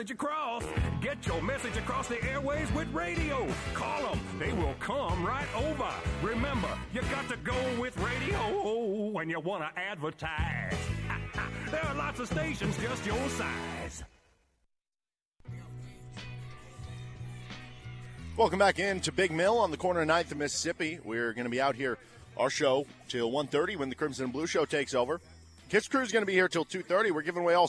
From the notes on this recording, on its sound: live at Big Mill ahead of KU vs UCF football on 10/7/23